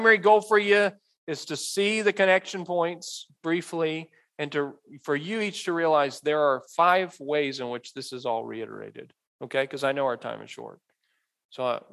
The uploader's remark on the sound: Message delivered at Immanuel Baptist Church in Springdale, AR on October 22, 2022.